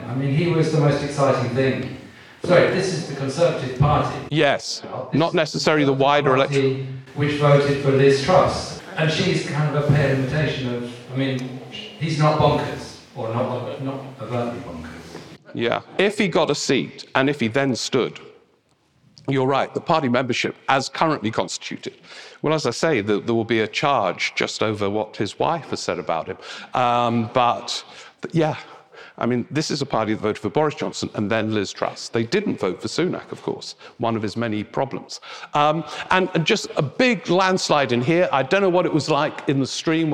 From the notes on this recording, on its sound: Rock N Roll Politics Live At Kings Place. It was a packed house at Kings Place this December for a live Rock N Roll Politics: The Festive Special.